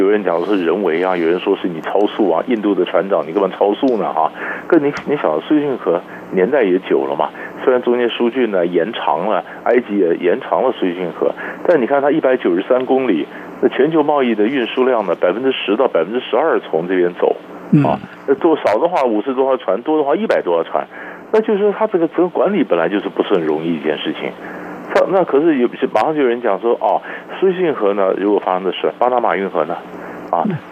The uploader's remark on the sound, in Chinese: 連線訪問